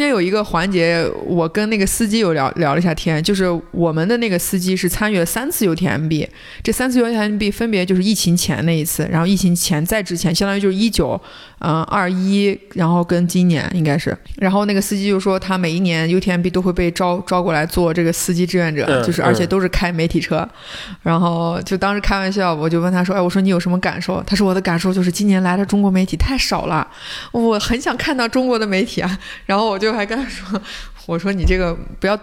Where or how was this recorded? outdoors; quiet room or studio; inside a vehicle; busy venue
busy venue